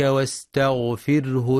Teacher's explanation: كما ينبغي بيان الهاء في واستغفره عند الوقف بجريان النفس أي الهمس